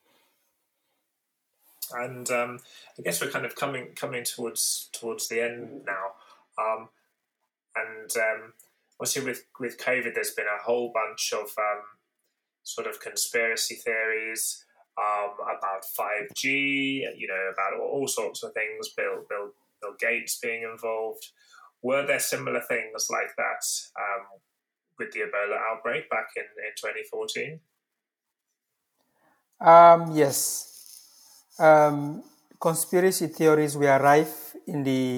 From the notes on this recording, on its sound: There are some issues with pauses during this episode due to a latency problem that we were having whilst recording remotely